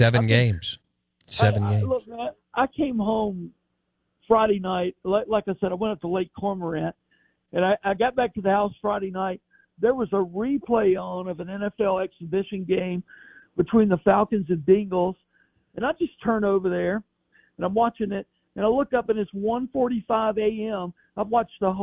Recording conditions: phone line